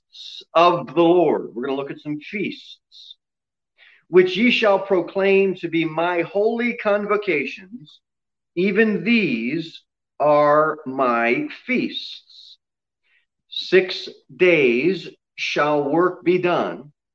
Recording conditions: large echoing room